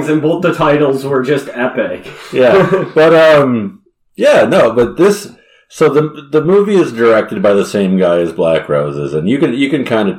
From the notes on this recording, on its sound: I have been experiencing some audio Issues so the audio did not turn out great in this episode, but should be fixed in future episodes.